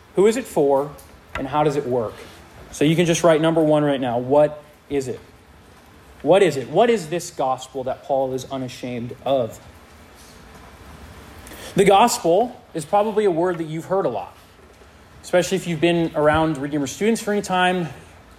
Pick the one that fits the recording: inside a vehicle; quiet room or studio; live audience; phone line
live audience